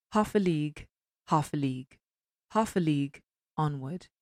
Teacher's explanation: Hear that stressed, unstressed, unstressed, stressed sequence. The first part with the trochee, half, stressed, unstressed.